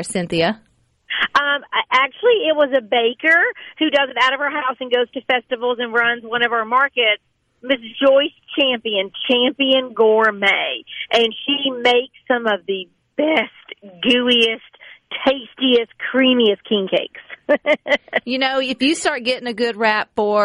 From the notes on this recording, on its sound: joins the conversation by phone